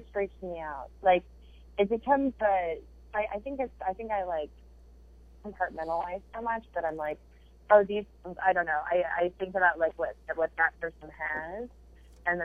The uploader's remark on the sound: the quality of the phone call is mediocre at best!